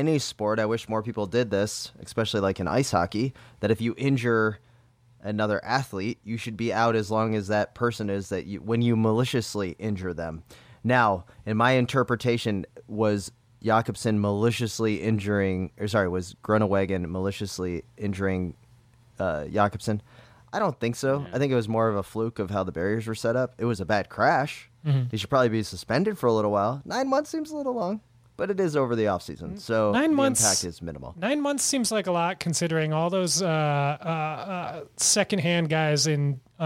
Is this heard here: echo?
no